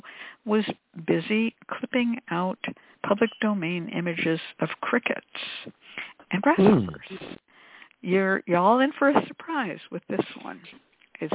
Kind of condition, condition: link, phone line